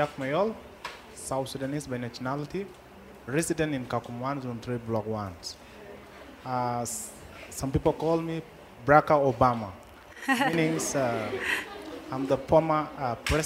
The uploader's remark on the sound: In this special live episode of Up/Root. This live episode is a collaboration between Up/Root and UNICEF Kenya in honor of World Refugee Day and was recorded live on location in Kakuma Refugee Camp.